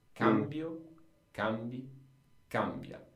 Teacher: the pronunciation is going to be in this case on the first syllable